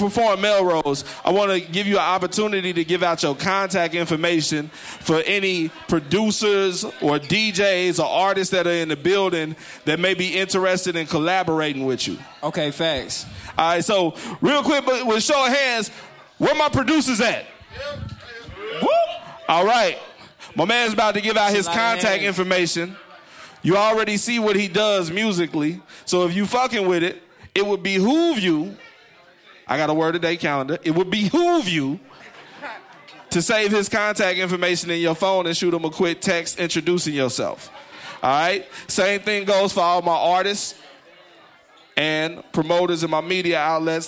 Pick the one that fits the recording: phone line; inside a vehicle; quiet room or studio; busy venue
busy venue